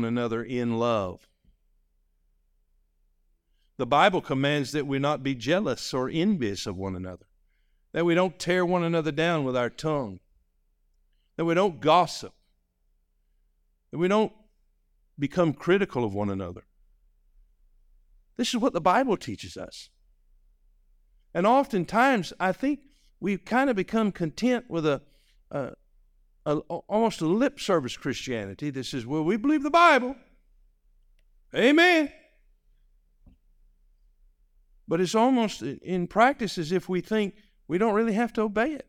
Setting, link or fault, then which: setting, large echoing room